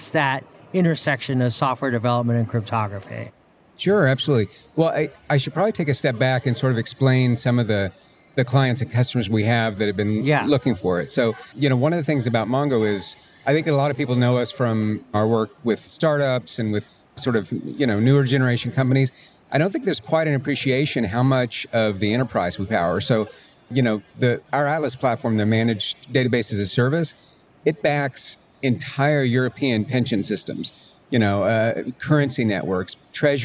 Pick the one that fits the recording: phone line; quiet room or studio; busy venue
busy venue